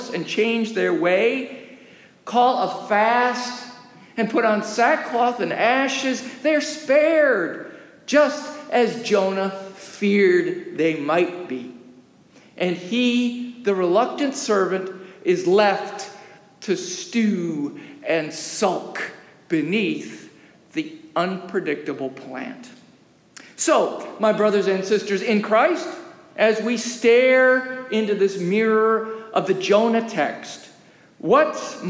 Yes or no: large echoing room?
yes